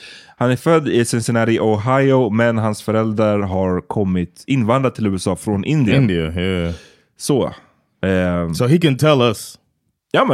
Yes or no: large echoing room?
no